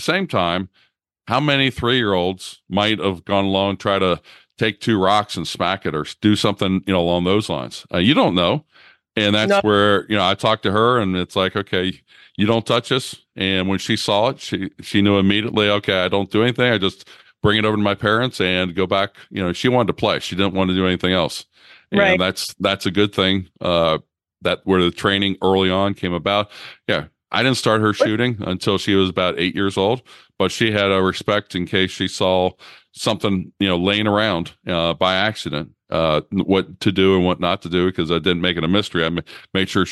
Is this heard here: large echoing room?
no